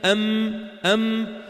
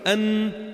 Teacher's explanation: لأن مخرج الميم من الشفتين، أما النون اللسان